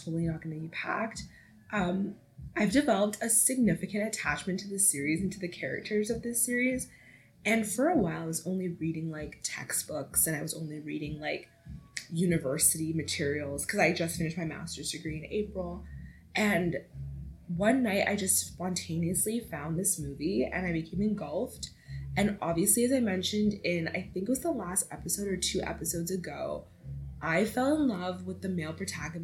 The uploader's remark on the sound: You can totally hear my neighbours music in the background of this episode. Apologies for the background noise in advance!